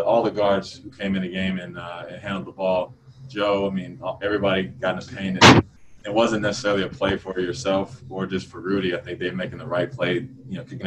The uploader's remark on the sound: Addressed the media via Zoom conference. Saturday in Orlando.